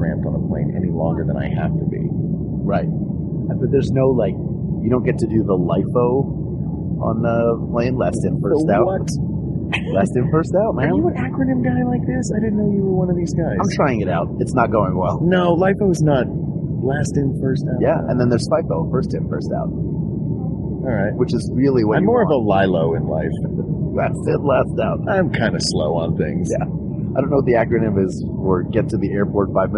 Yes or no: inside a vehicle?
yes